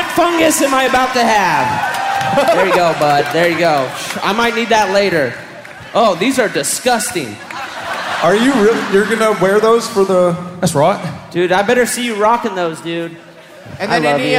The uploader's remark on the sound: Live from St. Louis